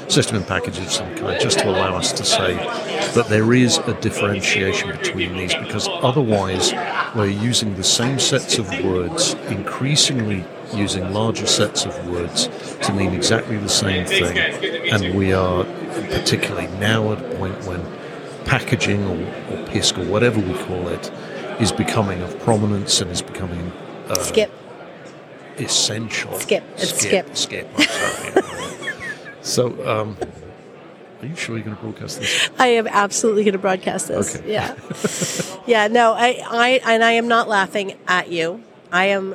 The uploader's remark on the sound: recorded at IMAPS DPC 2023